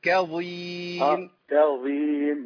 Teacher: قولنا ابتسامه مع الكاف. ما احنا عندنا حرف مرقق وحرف مفخم صح حضرتك؟ كاف مرققه والظاء ايه مفخمه.